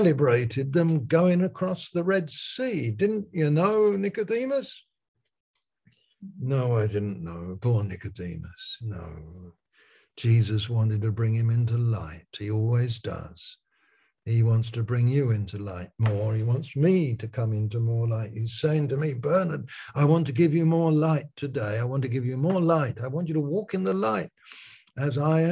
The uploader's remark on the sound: Malaysia Meets (Zoom)